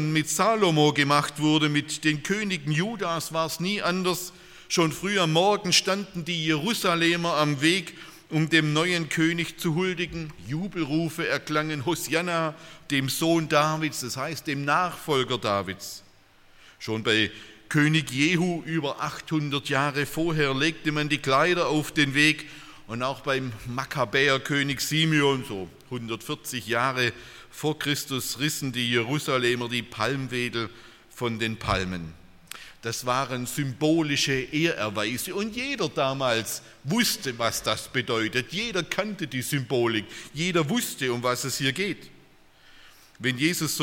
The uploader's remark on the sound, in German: aus dem Gottesdienst der Liebenzeller Mission